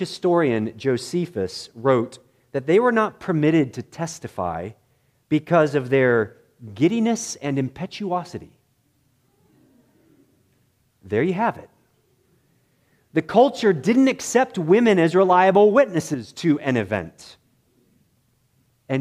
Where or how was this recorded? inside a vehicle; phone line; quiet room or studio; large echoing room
large echoing room